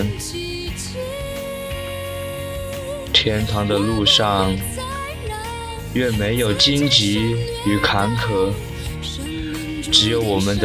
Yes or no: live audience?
no